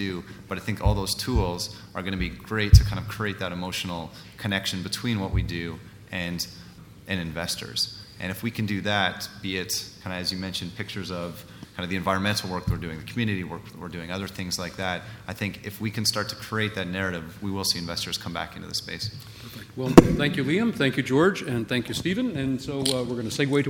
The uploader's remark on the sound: Recorded live at the Canadian Mining Symposium at Canada House in London, U.K., in April.